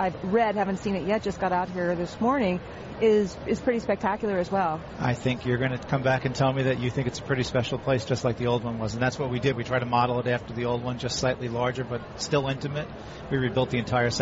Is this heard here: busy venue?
yes